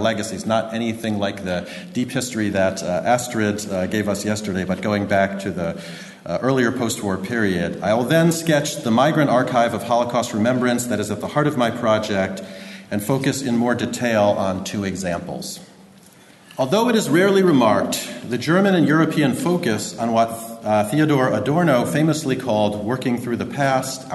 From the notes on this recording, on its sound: Recorded at 'In Search of Transcultural Memory in Europe' conference, UCD, September, 2016.